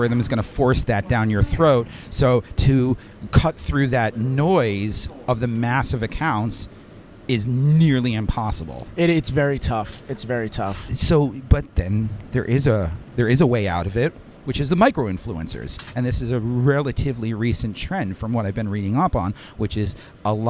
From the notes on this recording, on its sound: LIVE FROM THE 7 TRAIN! It's all taped on the actual 7 Train!